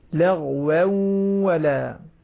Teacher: إن للمتقين مفازا حدائق وأعنابا وكواعب أترابا وكأسا دهاقا لا يسمعون فيها لغوا ولا ترقيق الواو، ترقيق الواو مع الغنة لغوا ولا لغوا واو، الواو مرق الغين بس فقط نفخمها ثم ننزل إلى الواو بالترقيق